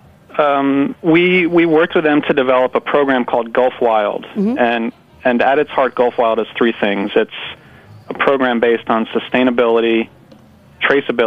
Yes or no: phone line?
yes